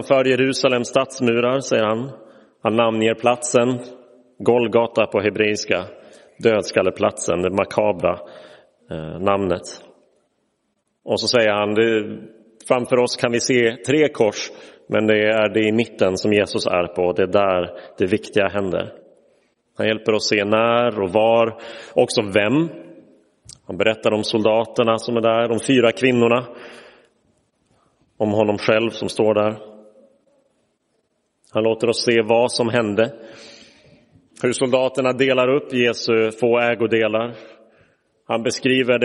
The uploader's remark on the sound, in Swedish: Inspelad i Roseniuskyrkan den 7 april 2023.